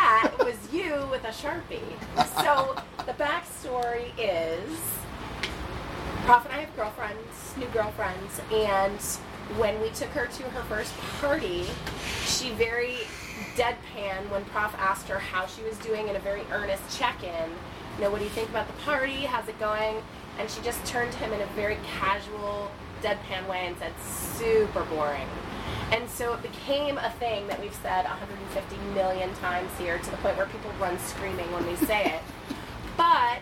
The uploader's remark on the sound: Thirty Naked People And A Microphone. This discussion-group style episode was recorded live on our last full day at the resort.